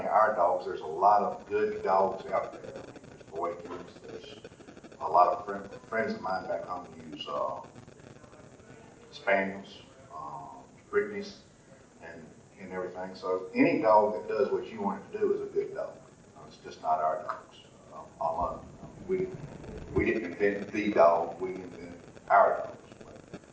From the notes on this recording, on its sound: Seminar from 2018 NWTF Convention. I have the recording from the turkey dogging seminar from the 2018 NWTF Convention and Sports Show in Nashville.